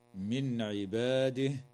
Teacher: وتظهر النون الساكنة عند العين